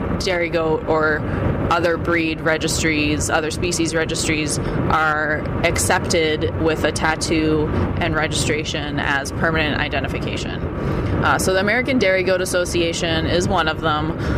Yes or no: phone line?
no